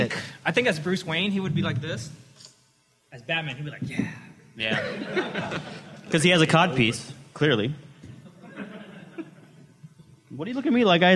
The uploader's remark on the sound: Recorded live before a studio audience, here's the audio version of the "Friends of Comic Vine" panel from last weekend's Long Beach Comic Expo